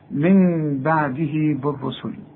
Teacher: اسمع، من بعده، وما كمانش ما تقولش من بعده، لا تقول من بعده ولا تقول لي من بعدي، من بعدي. طلع للغنة من الخيشوم